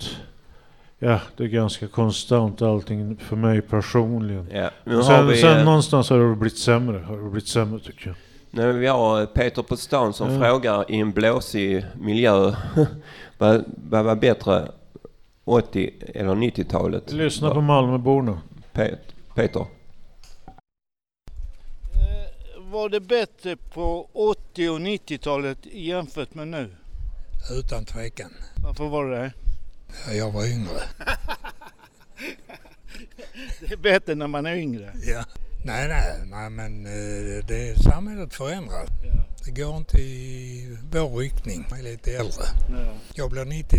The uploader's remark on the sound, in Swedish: Vi sände live från stadsbiblioteket när funktionshinderrådet bjöd in samhället den 25/5